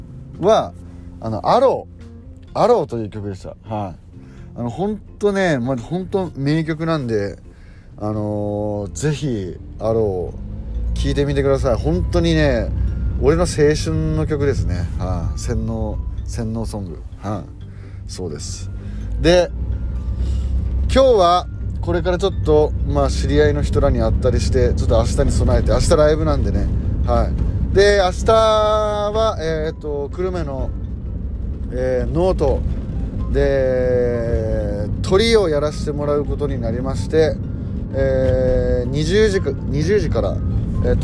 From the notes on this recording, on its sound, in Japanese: ボイスメモでの録音。